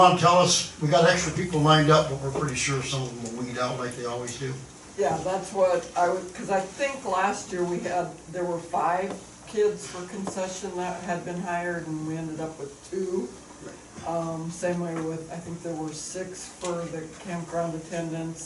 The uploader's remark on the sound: March 20, 2023 Lake View City Council Meeting